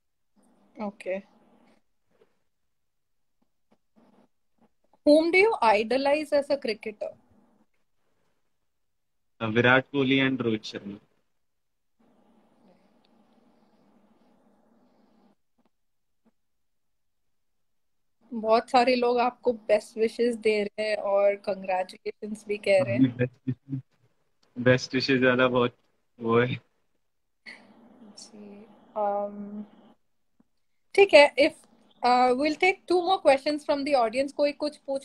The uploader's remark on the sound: IDCF Special Instagram Live